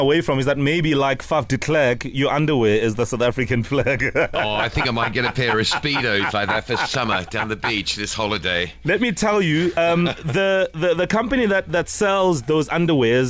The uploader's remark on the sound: PHONE INTERVIEW.